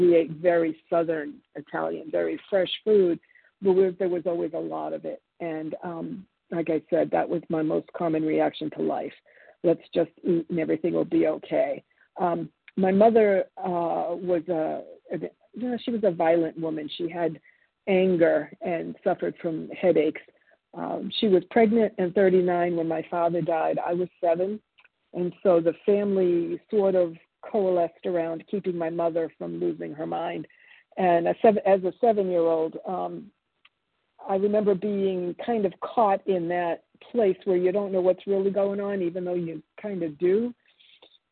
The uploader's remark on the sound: 100 Pounders Phone Meeting, 7/10/23.